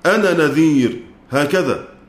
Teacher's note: في الحقيقة مش موجود فاصل صوتي، بننطق نون بعدها نون